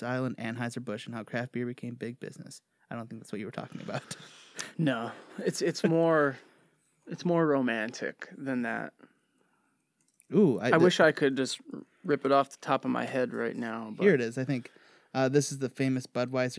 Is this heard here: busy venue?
no